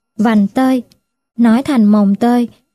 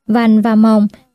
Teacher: Vành và mồng đều có âm đầu là âm môi, và cả hai đều có thanh huyền nên dễ nói chệt từ âm này sang âm khác.